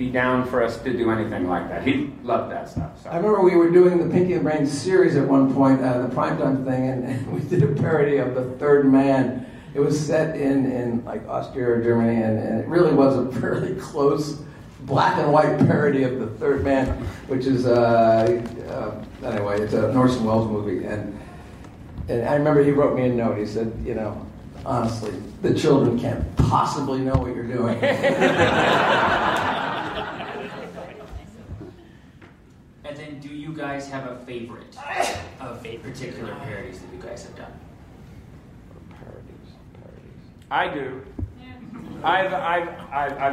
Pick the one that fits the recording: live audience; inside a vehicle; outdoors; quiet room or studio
live audience